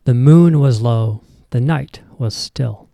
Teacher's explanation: You'll notice how the stress naturally falls on certain syllables: moon, low, night, still. · Term: stressed and unstressed syllables